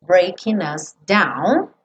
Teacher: como eu comi o G, posso ligar o N do breaking no us. Breaking us, breaking us, breaking us down.